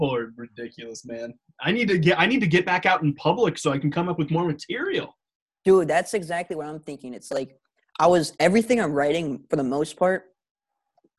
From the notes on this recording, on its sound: You Took It Too Far tries Zoom!